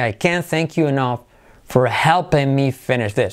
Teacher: acentuamos pero sin pronunciar la T